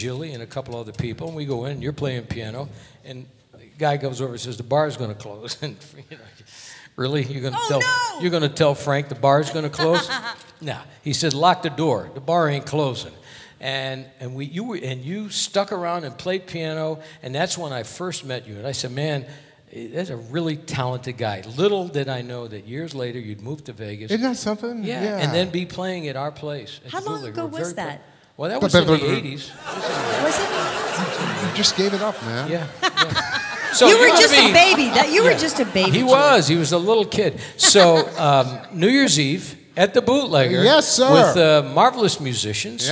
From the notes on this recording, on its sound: Live at the SouthPoint Casino